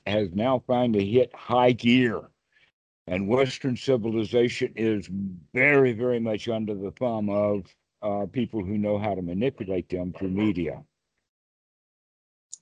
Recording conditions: video call